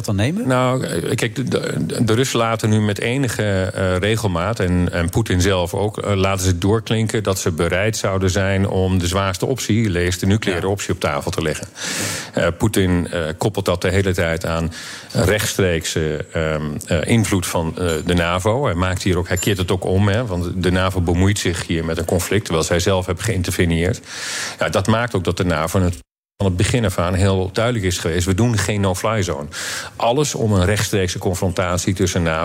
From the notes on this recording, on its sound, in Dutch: Live vanuit de SkyLounge van het Double Tree by Hilton Hotel in Amsterdam